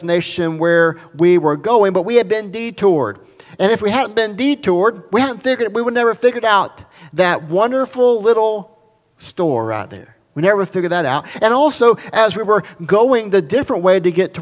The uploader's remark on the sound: recorded at Highland Baptist Church Molino, FL